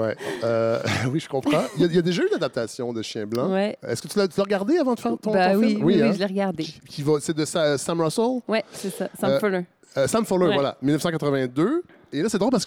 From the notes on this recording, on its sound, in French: Un épisode surprise enregistré ce weekend lors du 41ième festival de cinéma international de Rouyn-Noranda.